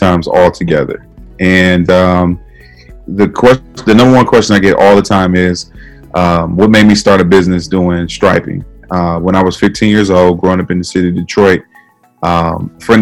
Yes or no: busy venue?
no